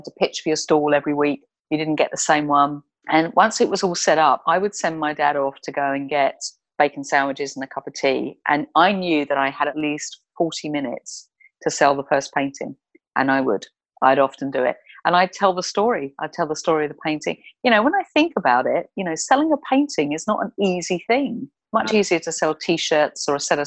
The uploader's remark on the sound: We recorded this episode via Zoom, and we were at the mercy of my provincial internet connection, so I hope you don’t mind if I sometimes sound a little muffled.